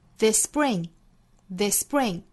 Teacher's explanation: This 和 spring 两个相同的辅音在词间相遇了，我们只发一个 s 就可以了